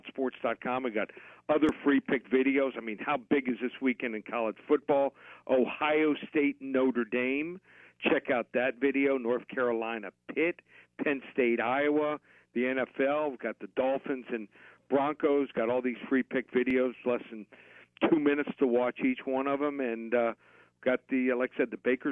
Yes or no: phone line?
yes